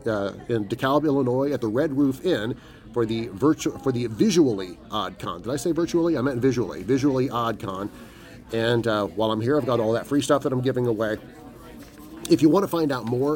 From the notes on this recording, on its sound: Recording live at Visually Odd Con 2022!